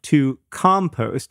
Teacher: Hank put the stress on the second syllable of to compost